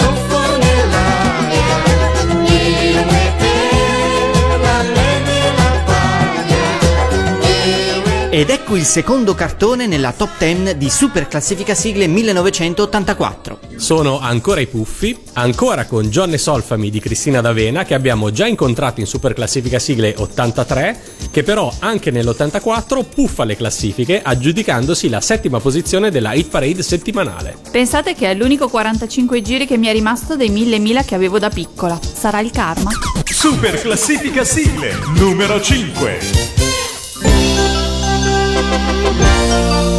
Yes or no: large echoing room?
no